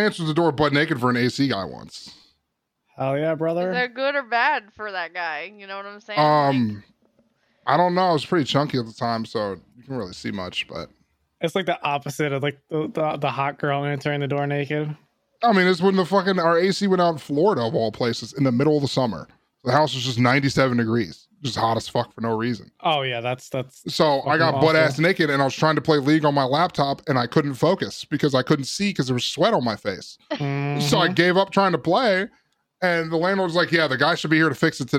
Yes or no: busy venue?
no